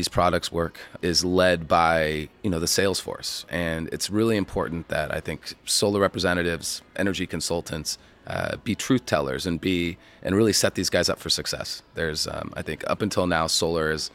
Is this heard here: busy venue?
yes